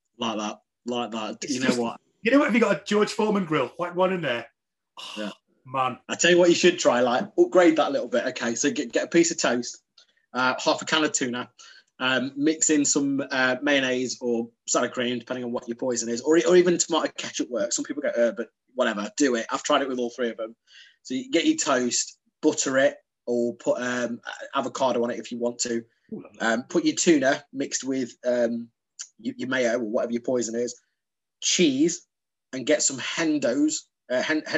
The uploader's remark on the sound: Over zoom from the Zen Den.